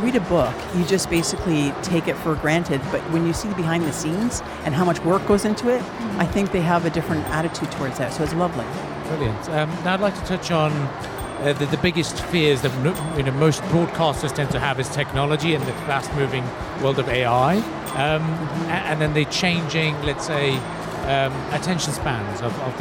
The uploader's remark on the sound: Live from SIBF